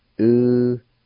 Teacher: There's a faint H sound between the U and the Y at the very beginning of this two-part word.